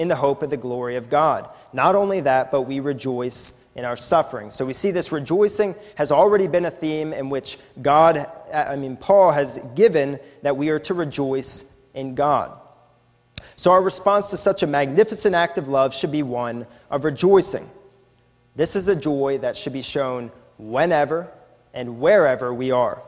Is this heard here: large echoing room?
yes